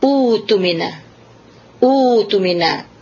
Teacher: Jadi kalau seandainya baris yang pertama adalah u'tumina, jadi hamzah yang kedua yang mati ini harus diganti dia kepada waw.